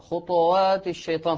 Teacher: هنا يعني ينبغي أن نلاحظ أن القلقلة إذا الطاء عند الطاء إذا كانت ساكنة ينبغي أن لا يضم الإنسان شفتيه خطوات الشيطان، فلا تظهر هل هي مضمومة أو هنا ساكنة. لابد من التحقيق السكوني مع التفخيم دون الميل ميلا كاملا للضم